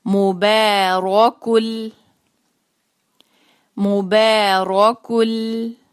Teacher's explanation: آگے لام آ رہا ہے، تو ہم اس پر ادغام کریں گے وداؤٹ غنہ